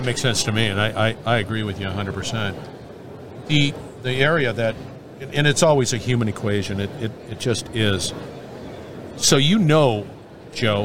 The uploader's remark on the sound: We're onsite at the 30th Annual SMRP conference. We're onsite at the 30th Annual SMRP conference.